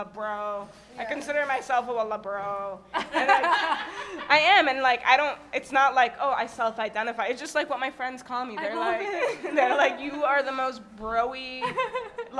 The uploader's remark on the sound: This episode is from the Yallapunk festival (year 3).